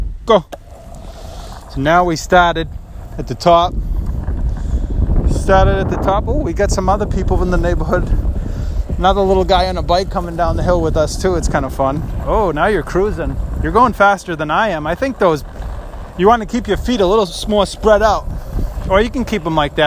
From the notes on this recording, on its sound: It’s my son’s fourth time skateboarding so we decided to record while we were out putting around the neighborhood!